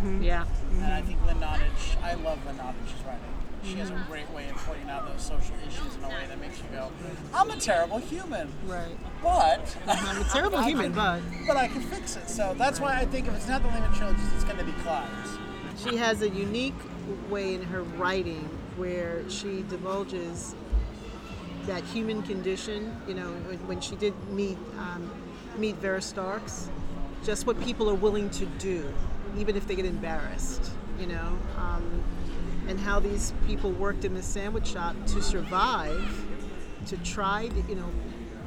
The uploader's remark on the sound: LIVE from the streets of Brooklyn